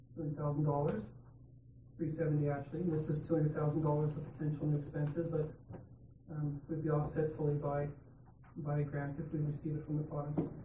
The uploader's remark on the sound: Regular Council Meeting. Audio recording of the November 14, 2016 Regular Meeting of Peace River's Town Council.